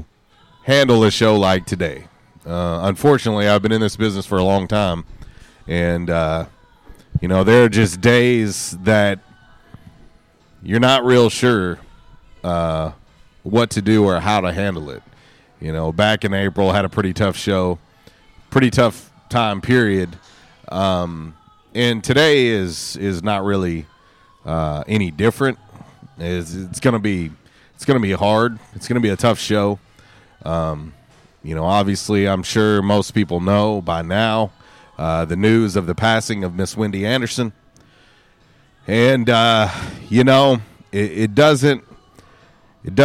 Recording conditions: busy venue